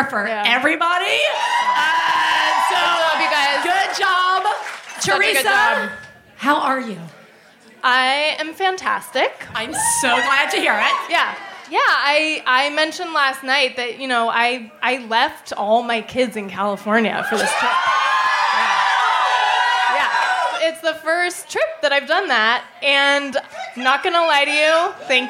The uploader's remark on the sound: Live From Chicago. This is the second of two episodes recorded in May at GMan Tavern.